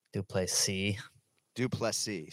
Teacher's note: we emphasize the last syllable